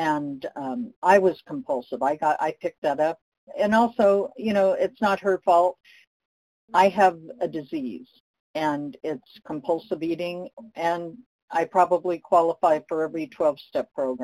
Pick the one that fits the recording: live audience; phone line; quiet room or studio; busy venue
phone line